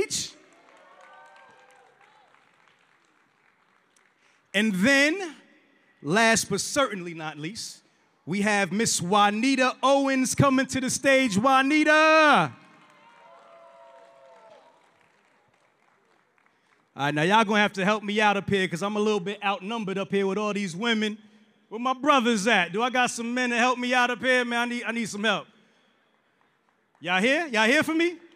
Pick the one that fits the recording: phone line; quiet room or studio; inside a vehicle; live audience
live audience